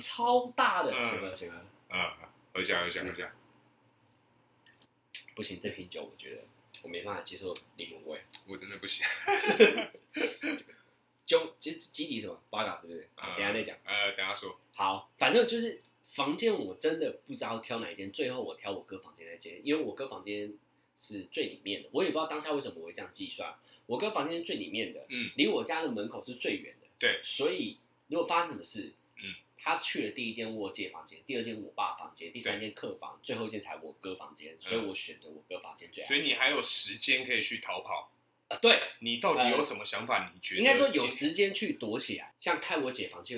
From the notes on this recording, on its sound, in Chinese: 本集於配備升級之前錄製的, 聲音上需要大家的體諒。